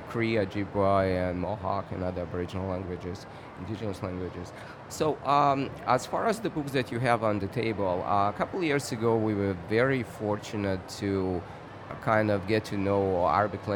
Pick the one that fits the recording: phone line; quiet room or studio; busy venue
busy venue